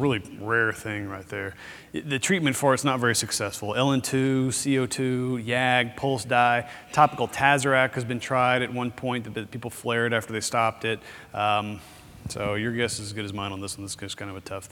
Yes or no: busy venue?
yes